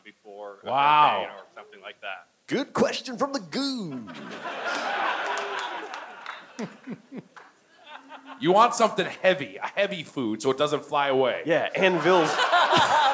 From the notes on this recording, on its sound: Recorded live at the Gramercy Theatre in NYC.